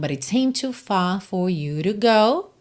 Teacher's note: Então, aqui, but it com rarará, seem to, mais uma aparição do verbo seem no passado, em que a gente não ouve claramente esse passado, porque o D de seemed já vai ligar no T de to